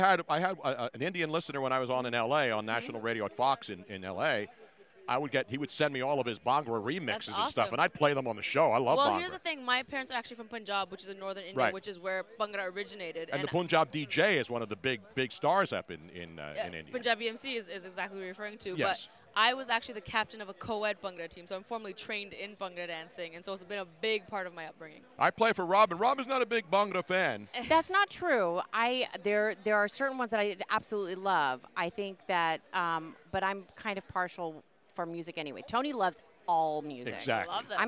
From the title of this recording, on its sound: LIVE from #SBLIV Radio Row!